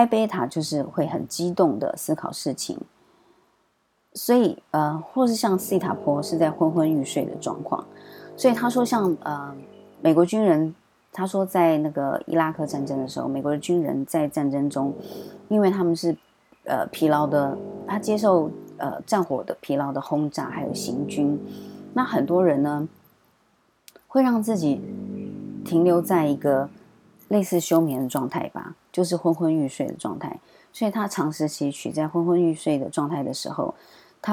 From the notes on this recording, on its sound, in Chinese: 本週背景白噪音：樓上施工打地板，請多包涵。